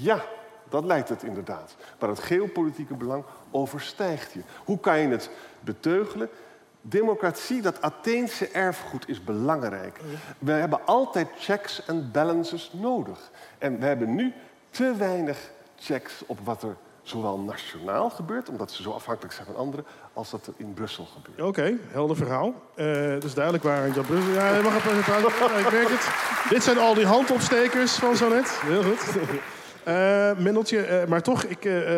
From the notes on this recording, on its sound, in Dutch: Live vanaf het nationale congres. Live vanaf het Volt Nederland congres in de Jaarbeurs Utrecht.